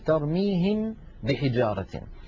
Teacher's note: الميم من الشفتين، ترميهم بحجارة، الباء من الشفتين، فهما حرفان من المخرج نفسه، إلا أن الميم فيها غنة والباء ليس فيها غنة، لذلك لا تدغم الميم في الباء لما فيها من الغنة. · Term: الإخفاء